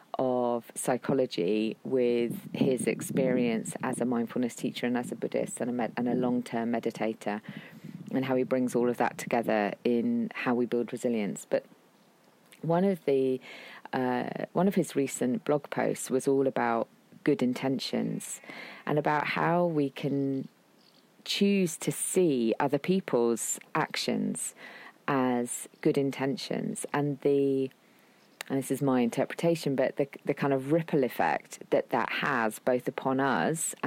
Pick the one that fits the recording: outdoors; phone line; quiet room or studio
outdoors